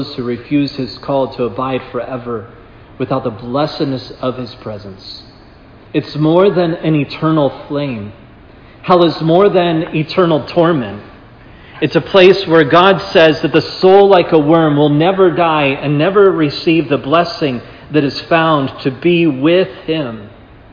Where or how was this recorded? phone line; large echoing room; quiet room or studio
large echoing room